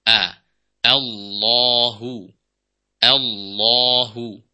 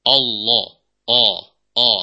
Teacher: hamzah wasolnya dibaca dengan tipis, jangan sampai dibaca tebal · Shown in: first take